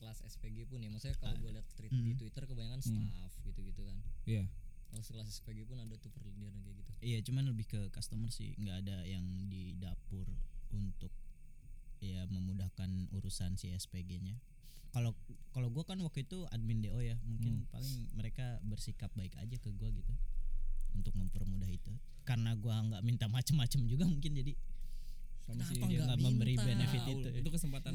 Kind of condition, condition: fault, uneven or low level